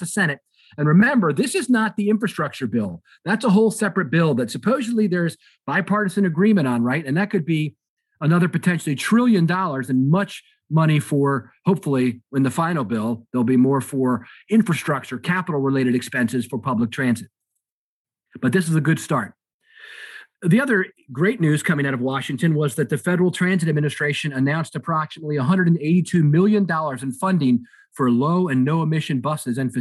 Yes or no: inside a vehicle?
no